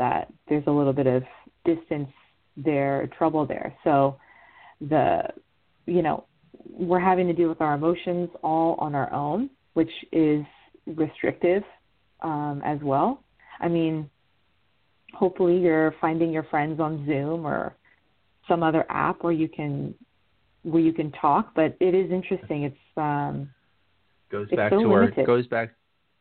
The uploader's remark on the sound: This is call in show